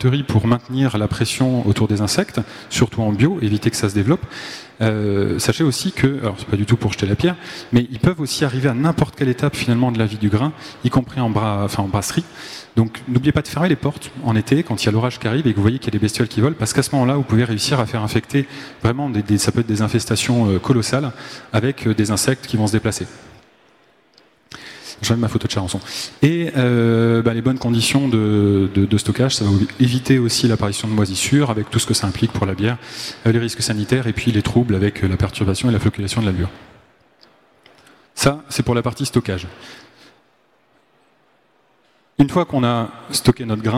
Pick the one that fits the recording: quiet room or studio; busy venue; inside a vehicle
busy venue